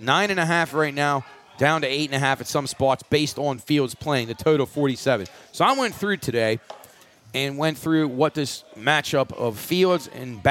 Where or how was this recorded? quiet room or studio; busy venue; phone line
busy venue